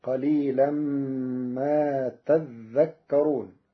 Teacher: قرأ ورش كلمة تذكرون بتشديد الذال فتصير قليلا ما تذكرون، وفأصلها تتذكرون فأبدلت الثانية ذالا ثم أدغمت في الذال.